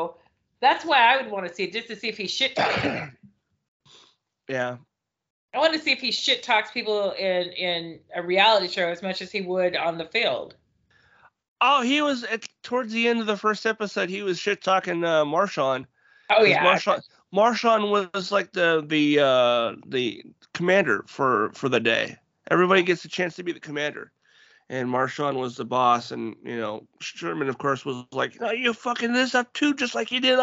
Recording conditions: video call